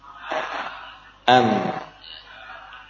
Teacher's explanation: walaupun ada aliran suara namun tidak sempurna seperti sifat rakhawah · Term: sifat bainiyah